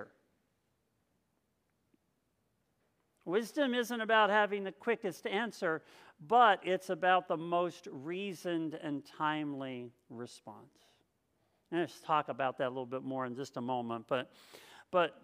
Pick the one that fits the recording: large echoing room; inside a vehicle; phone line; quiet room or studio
large echoing room